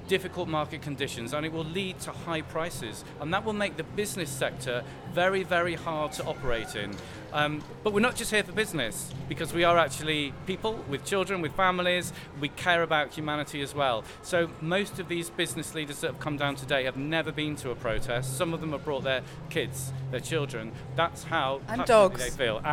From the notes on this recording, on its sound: Special audio feature live from The Big One climate action in London. Capturing the proceedings on the first day of this protest, called 'The Big One'.